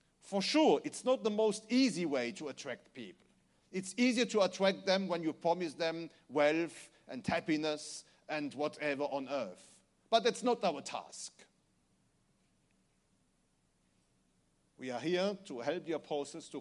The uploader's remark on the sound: Recorded Service of New Apostolic Church USA 2019. In Charlote , NC , USA.